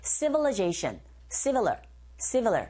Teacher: 뒤에 나온 i 부분에 강세가 없기 때문에 이 소리 자체가 약화되어져서 어처럼 발음이 들립니다.